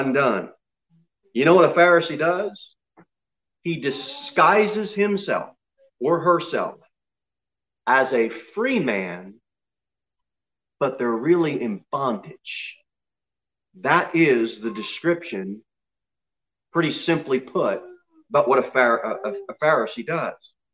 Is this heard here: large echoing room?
yes